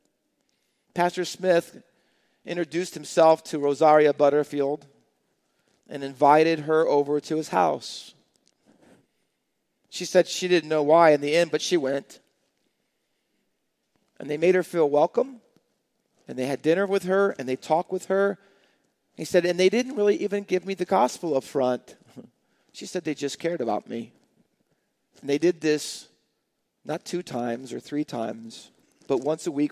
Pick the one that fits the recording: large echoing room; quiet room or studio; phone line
large echoing room